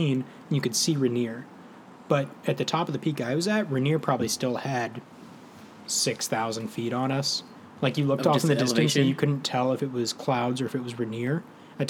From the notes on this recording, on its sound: Two friends drink some coffee & tea, but it's outside this time!